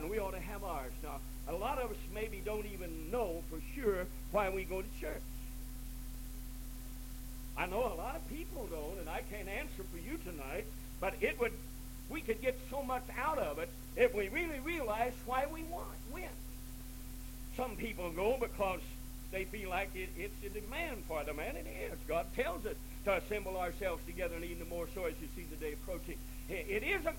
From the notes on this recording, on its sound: This recording is really quiet.